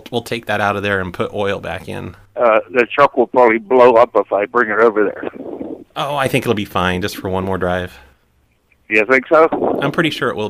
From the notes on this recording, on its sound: Prank Phone Calls